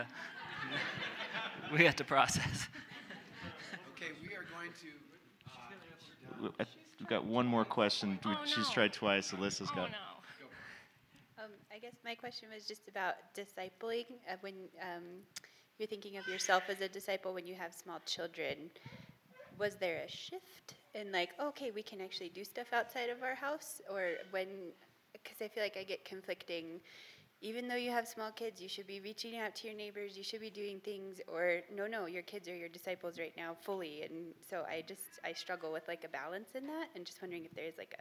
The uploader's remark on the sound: Panel and Q&A - Me and My House Summit